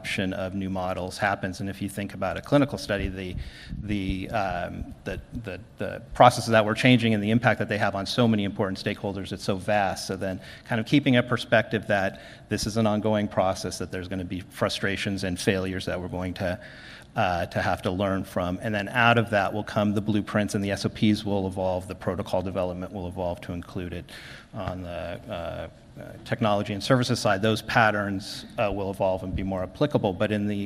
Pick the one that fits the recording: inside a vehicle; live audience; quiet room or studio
live audience